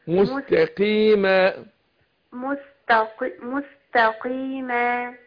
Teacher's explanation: أنا القاف مكسورة، قلنا هتاخد أدنى درجات تفخيم